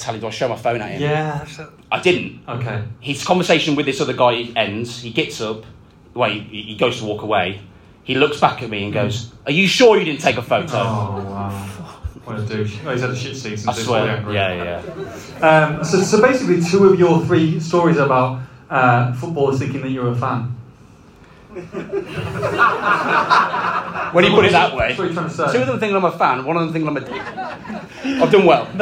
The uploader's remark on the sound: LIVE (and half-cut) from Molineux. In front of a sold-out crowd in the Sir Jack Hayward suite. Live Q&A.